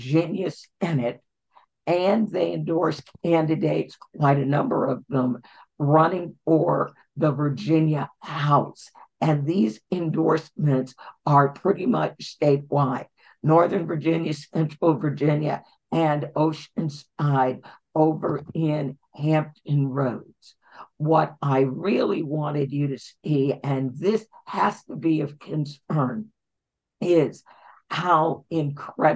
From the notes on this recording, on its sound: Our GREEP zoom #156